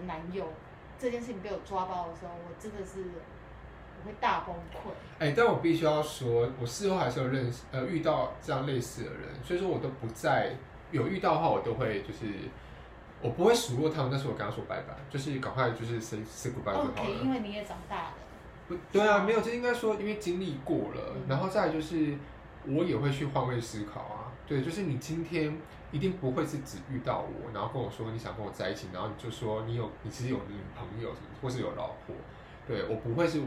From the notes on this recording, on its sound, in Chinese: 錄音背景有點雜音，配樂很陽春。